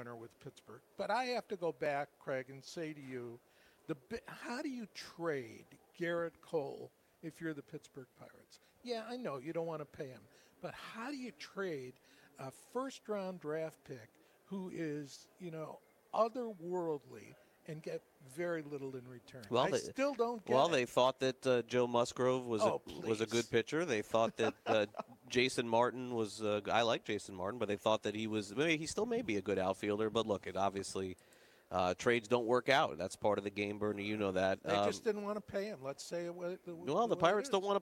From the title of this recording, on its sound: LIVE FROM THE MLB WINTER MEETINGS